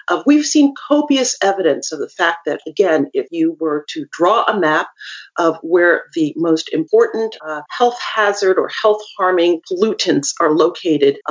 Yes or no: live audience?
no